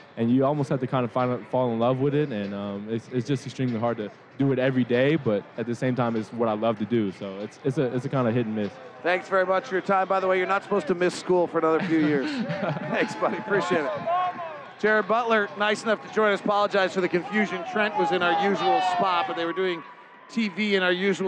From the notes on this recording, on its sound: Courtside interview. Postgame press conference audio.